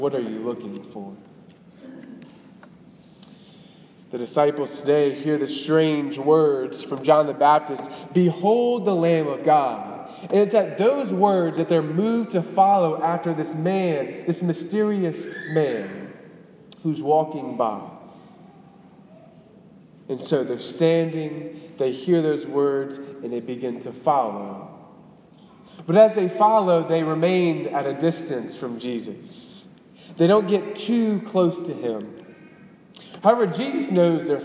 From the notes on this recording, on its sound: Delivered on January 14, 2018 at the Cathedral of the Nativity of the Blessed Virgin Mary in Biloxi, MS